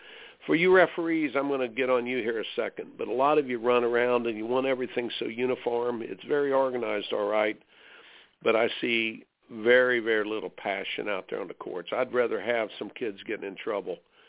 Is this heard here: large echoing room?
no